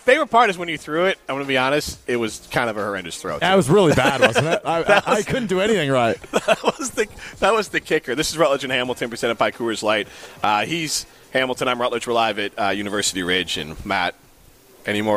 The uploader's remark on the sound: live at University Ridge Golf Course